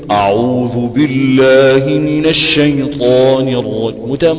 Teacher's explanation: الطالب عندك بيفخم لك حرف الالف المبتدئ به في البدايه خالص في الطليعه · Term: تفخيم لفظ الألف